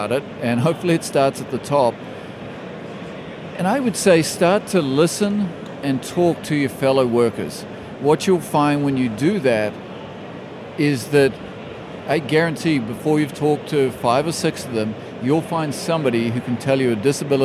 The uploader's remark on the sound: recorded in partnership with Microsoft from their Future Decoded event in ExCeL, London